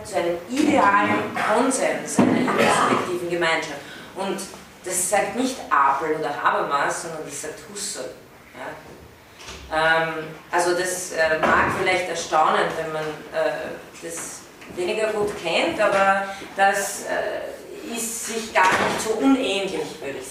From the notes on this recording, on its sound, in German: von Studierenden aufgezeichnet